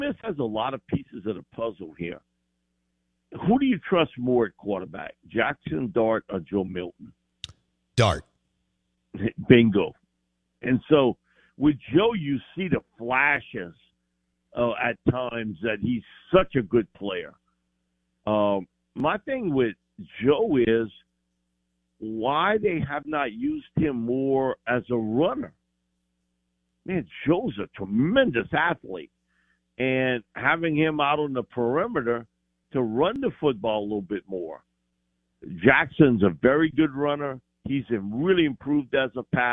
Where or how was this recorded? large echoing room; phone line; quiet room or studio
phone line